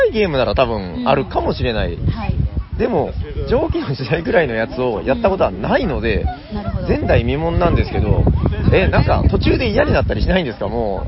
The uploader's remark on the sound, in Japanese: Essen Spiel’22。初の海外収録！！来たぜ！エッセン！！現地で、感想を収録した。